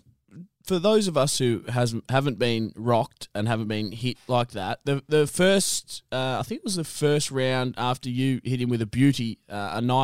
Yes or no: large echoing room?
no